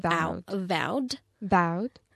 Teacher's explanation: Там просто идет сочетание трудного звука «в» и дифтонга «ау», который в русском языке тоже отсутствует. Поэтому нам нужно сказать очень такое мощное «в», которое мы прям закусываем губу.